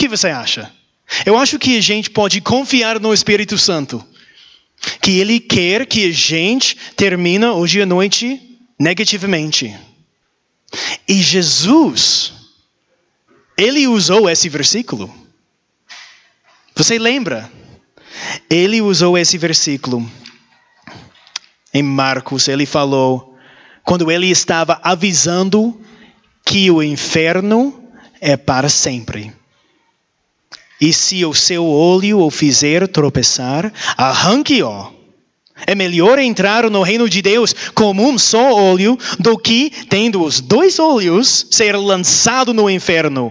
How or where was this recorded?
large echoing room